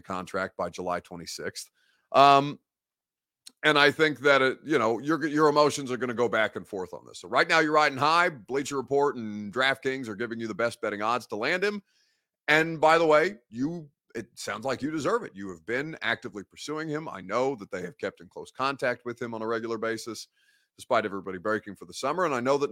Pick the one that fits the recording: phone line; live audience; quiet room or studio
quiet room or studio